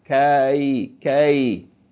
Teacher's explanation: So here's fatta ya, that's two counts. Okay, it's not elongation, but the sound is long because it's two vowel sounds which represent two counts of sound